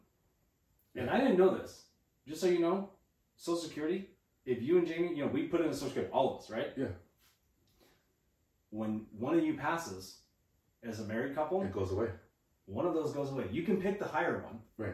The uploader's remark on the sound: Technical Difficulties. Didn't record the audio on the interface.